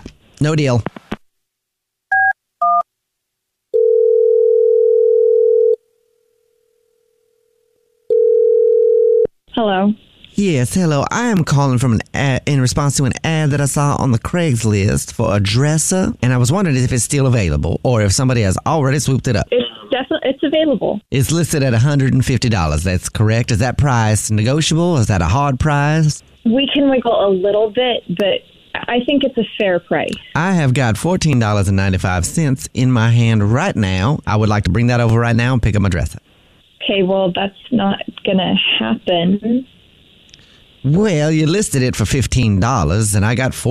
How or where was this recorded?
phone line